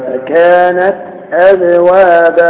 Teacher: القلقلة من باء الساكنة